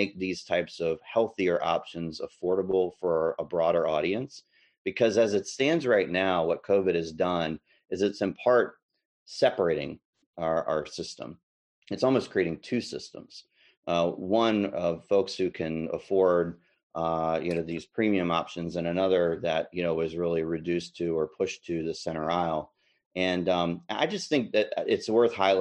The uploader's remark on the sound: Live from the FOOD IS HEALTH Digital Forum